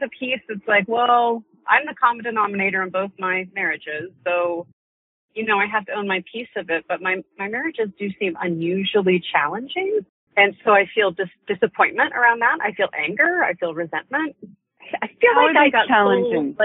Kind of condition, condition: link, phone line